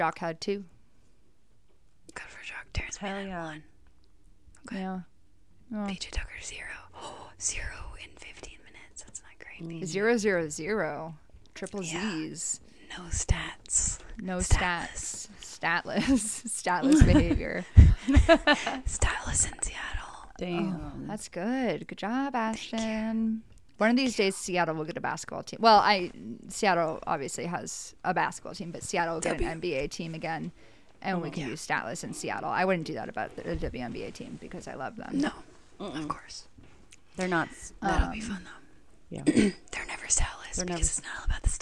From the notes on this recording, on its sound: Turn the audio up for this one